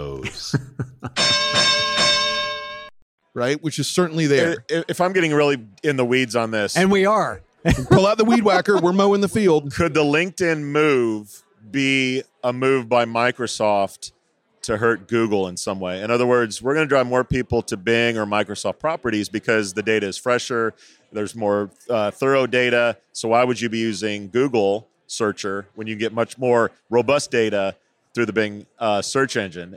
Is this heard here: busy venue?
yes